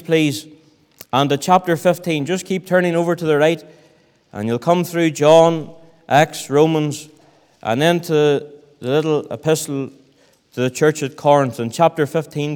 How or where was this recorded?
large echoing room